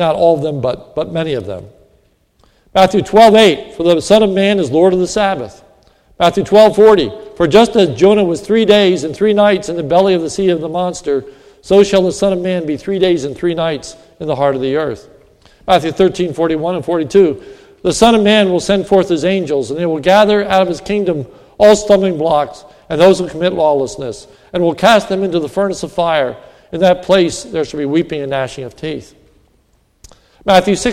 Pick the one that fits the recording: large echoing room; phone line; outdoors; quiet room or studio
large echoing room